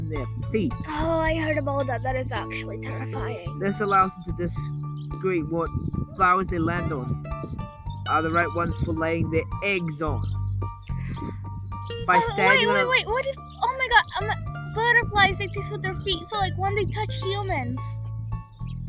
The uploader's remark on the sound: Sorry for the noise the place we noraly film in was closed because of some exams this week.